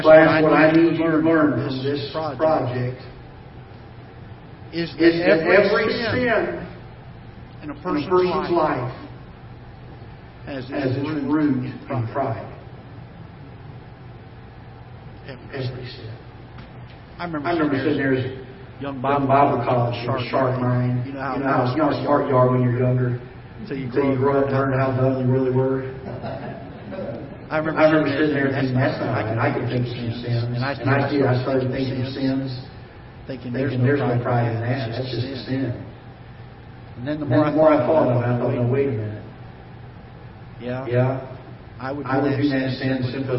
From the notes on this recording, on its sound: Ketha Heights Baptist Church ~ Live Broadcast.